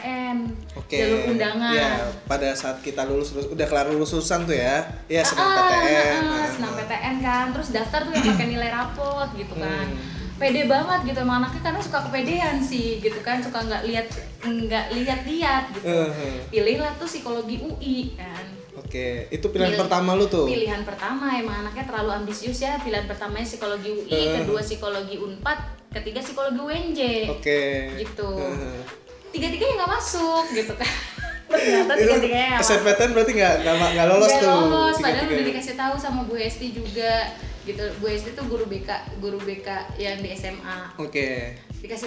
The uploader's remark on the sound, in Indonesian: maaf jika masih banyak noise